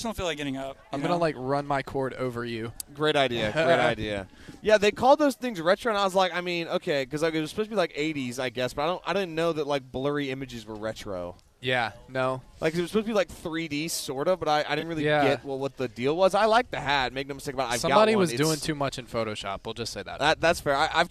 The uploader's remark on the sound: We are live! Host a very special Compact Discourse live on the Haley Concourse.